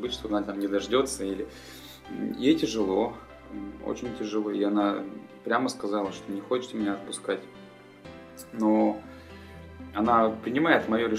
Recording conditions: phone or laptop microphone